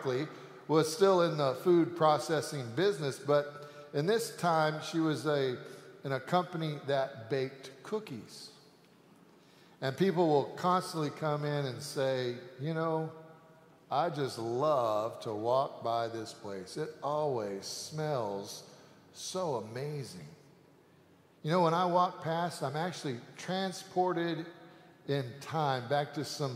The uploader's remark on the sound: Sanctuary Service